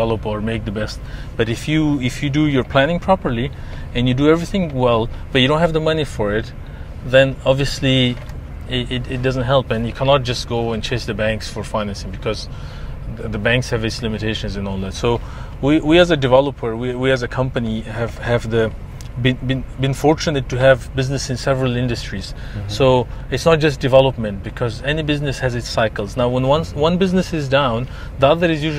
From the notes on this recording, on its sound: We spent the day in the car on site at one of his many real estate projects in Dubai.